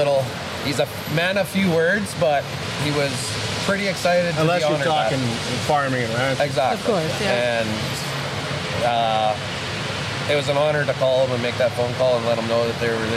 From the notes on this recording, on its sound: Live from the Stockade Round-Up at the Lloydminster Exhibition Association.